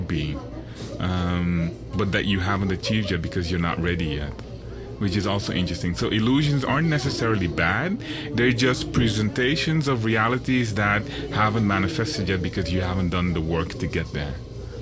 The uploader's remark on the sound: Recorded at Spielart Festival, 2019, Munich (DE)